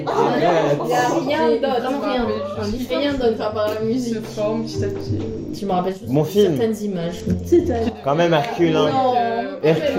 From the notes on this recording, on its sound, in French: À nous insulter pour la qualité du son.